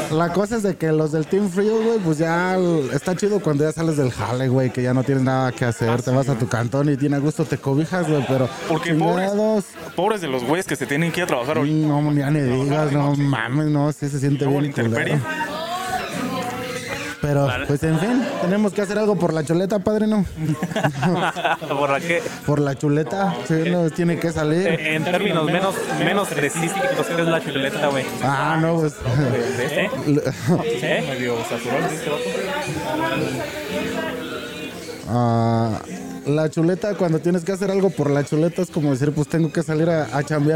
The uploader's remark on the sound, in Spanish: En Vivo desde Jabaly Drink